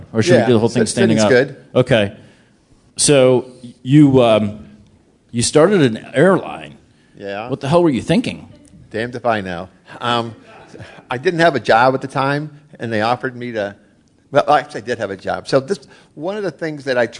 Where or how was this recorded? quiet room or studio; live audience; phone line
live audience